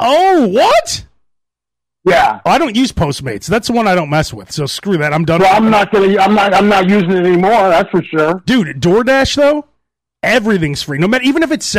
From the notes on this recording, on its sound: Excuse the audio, of course we had to use zoom.